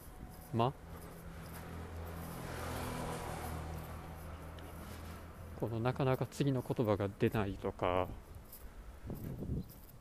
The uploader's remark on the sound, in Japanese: 真冬の野外。特に後半部分で路上音をカットしていません。外はうるさい。